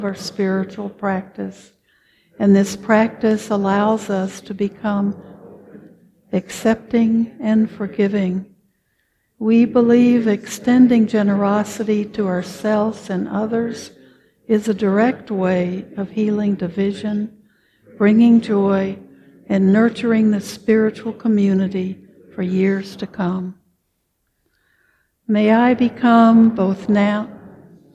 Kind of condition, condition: setting, large echoing room